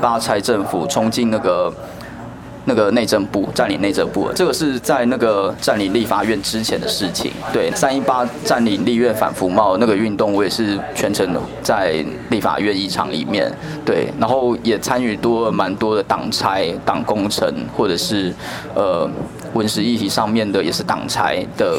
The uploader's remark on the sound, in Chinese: 錄音於性別友善咖啡廳 h*ours cafe。